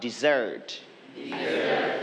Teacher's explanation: you are going to stress on the syllable, zert